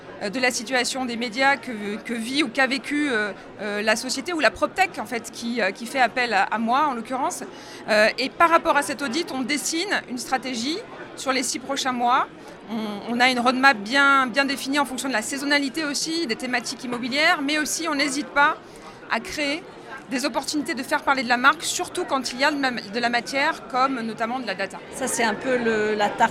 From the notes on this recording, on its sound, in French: Cette interview a été enregistrée en live d'Immo, le congrès FNAIM 2023.